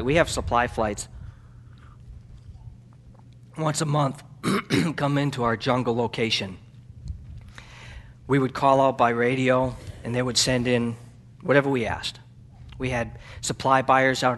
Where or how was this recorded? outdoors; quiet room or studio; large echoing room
large echoing room